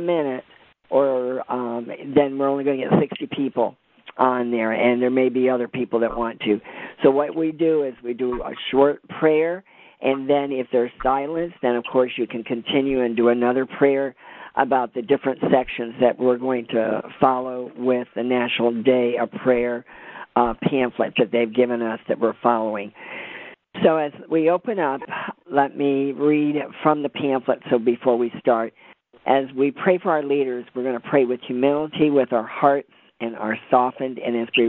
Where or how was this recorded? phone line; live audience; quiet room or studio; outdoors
phone line